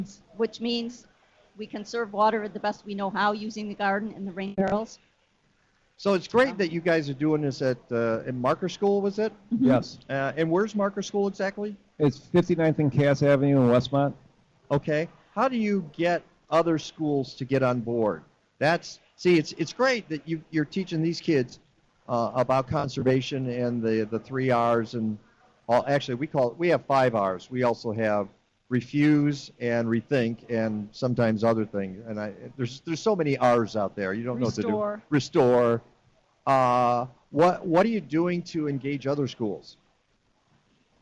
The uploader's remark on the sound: broadcast live from the SCARCE Green Fair at the DuPage County Fairgrounds